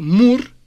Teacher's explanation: Es labial como la P para la R. Subo el pico de la lengua al paladar para que allí vibre la apical, mur. Después bajo la lengua y la pongo en contacto con los dientes y sale la C.